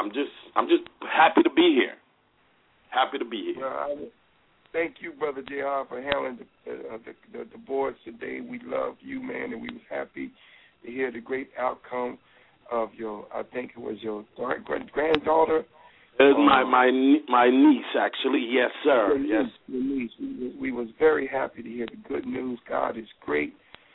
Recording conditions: phone line